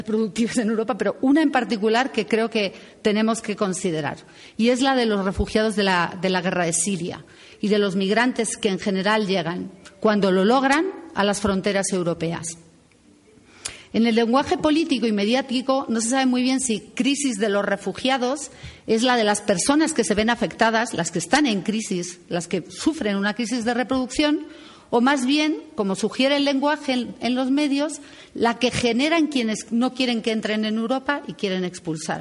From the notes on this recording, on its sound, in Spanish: Entre el público estaba la delegación de la sede de la fundación en Berlín. Al igual que agradecemos a todas las personas presentes en la sala por las preguntas interesantes y una rica discusión y también a quienes siguieron el debate desde sus casas (escuchando la transmisión en vivo que realizó ALER).